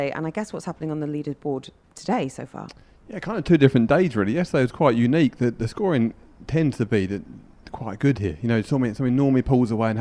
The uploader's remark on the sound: We were live from the Hero Dubai Desert Classic!